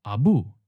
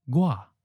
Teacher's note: Both words end in the second tone, the high falling tone.